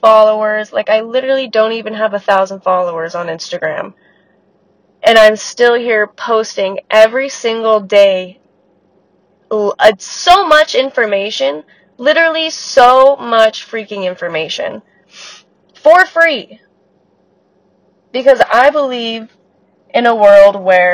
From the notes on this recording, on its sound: warning: scratchy audio + sick stuffy nose voice